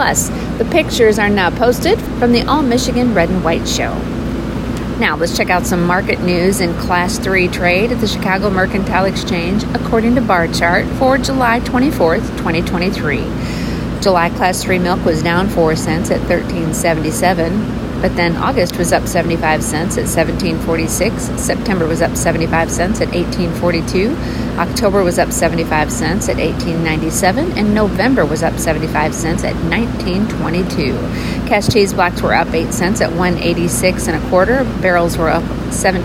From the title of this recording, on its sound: WE are LIVE at the Elkhart County Fair